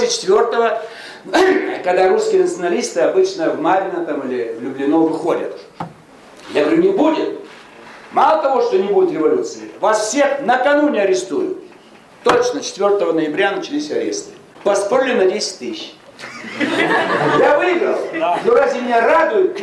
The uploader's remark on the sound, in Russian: выступил с лекцией перед студентами социологического факультета МГУ